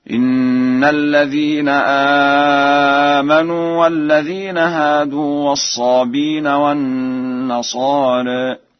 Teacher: قرأ ورش الصابئين بحذف الهمز